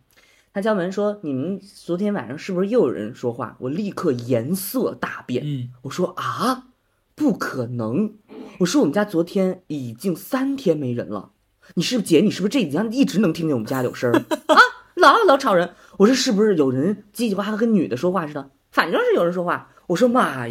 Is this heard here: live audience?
no